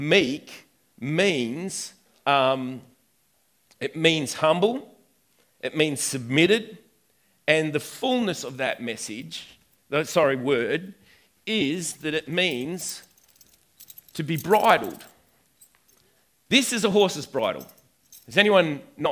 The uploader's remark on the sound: recorded on 08/09/2019 at the 11am gathering at River Edge